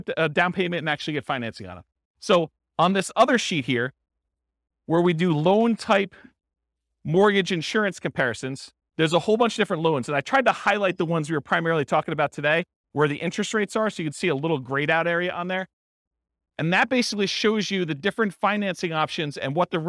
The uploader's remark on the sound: This was a live class recorded